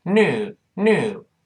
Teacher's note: 注意，英音读成 new，美音就是 new，new，new 就少了一个 ye 这个声音